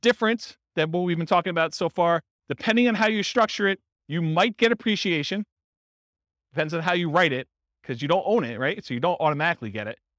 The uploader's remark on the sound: This was a live class recorded. In Renton, Washington.